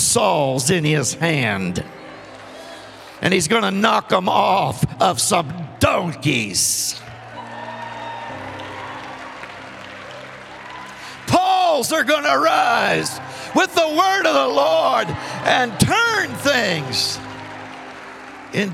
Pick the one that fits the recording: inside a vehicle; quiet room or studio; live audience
live audience